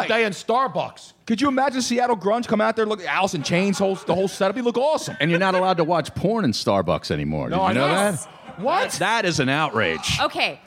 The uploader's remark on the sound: Broadcast live from Atlanta for Super Bowl 53. Radio Row.